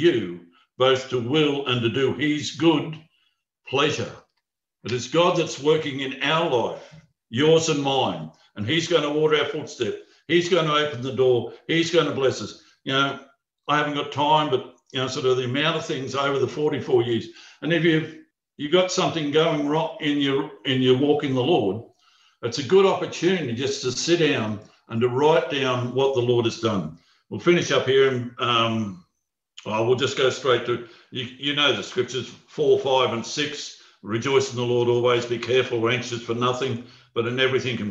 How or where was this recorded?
video call